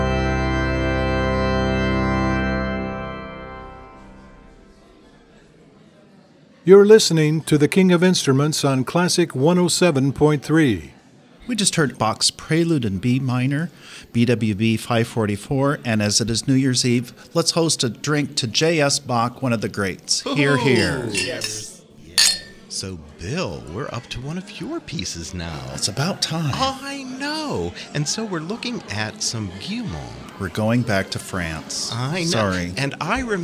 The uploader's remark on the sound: From a live New Year's celebration attended by several organists.